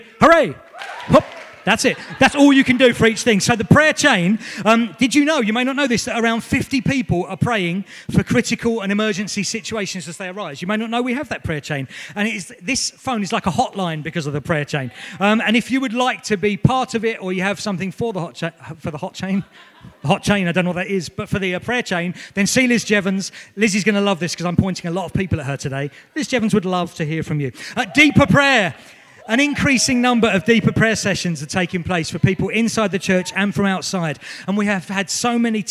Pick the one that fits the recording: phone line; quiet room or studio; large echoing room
large echoing room